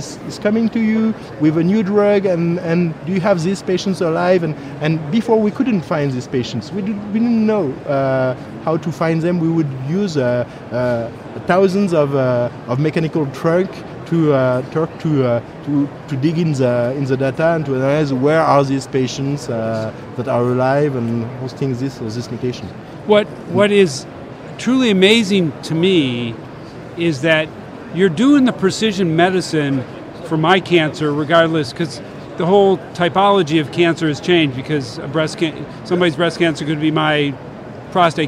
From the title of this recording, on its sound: LIVE From #HiMSS17